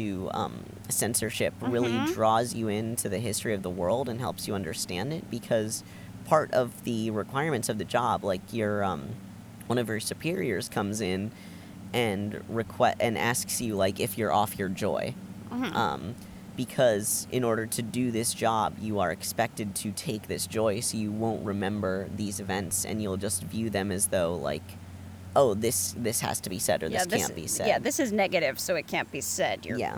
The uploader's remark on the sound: are in Canada, recording in the woods!